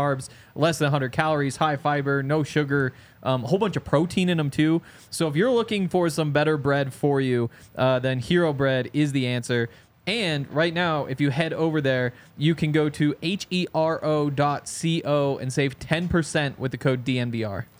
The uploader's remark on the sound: coming to you LIVE from the DNVR Bar